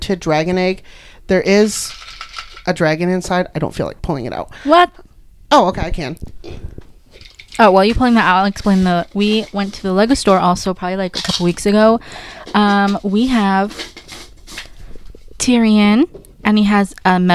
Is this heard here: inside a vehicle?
no